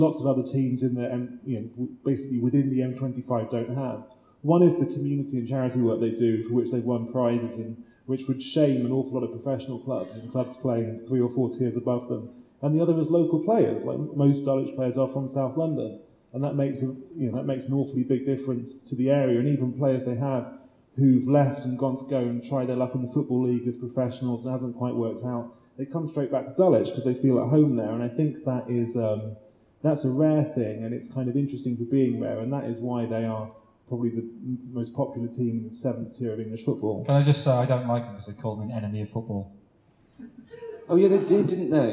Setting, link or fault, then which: fault, poor sound quality